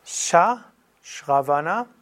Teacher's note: das zerebralisierte Endpunkt drunter, also Zunge nach oben